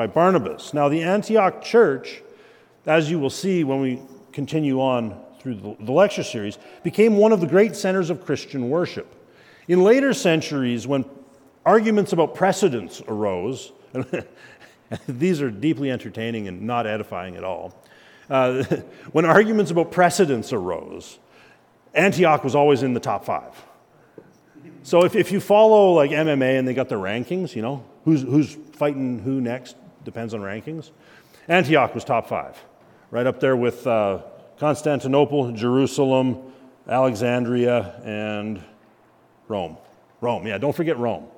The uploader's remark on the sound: At Christ Covenant Church we are doing a monthly lecture